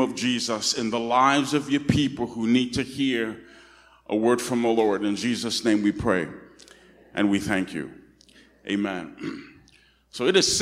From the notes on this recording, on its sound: Recorded on 2016-08-28 at the 10:00am Service.